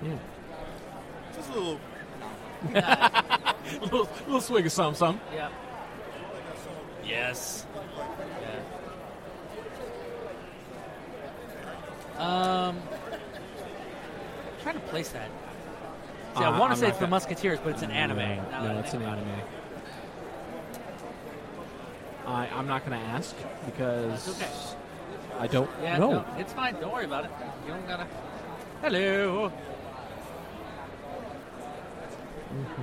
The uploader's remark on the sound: we're live at AwesomeCon 2016 talking to the crowds.